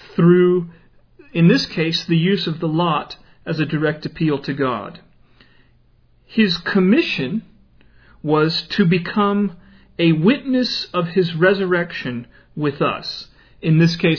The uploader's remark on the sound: Originally delivered in 2008 at a house church in Leonard, TX.